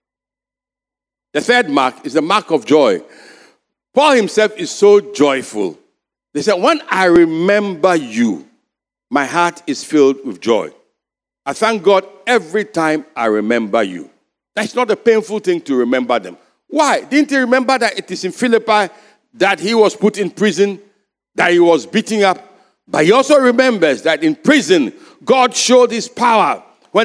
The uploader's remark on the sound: Sermon preached at CBC Shiashie Campus.